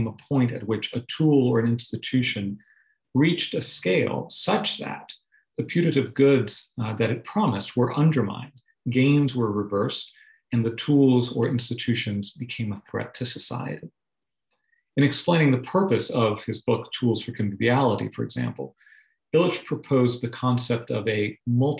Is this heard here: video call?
yes